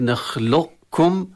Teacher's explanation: كلمة كذلك نخلقكم، هنا كذلك إدغام ناقص لأن الحرف الأول قاف أقوى من الحرف الذي بعد كاف، فأدغم القاف في الكاف مع بقاء صفة الاستعلاء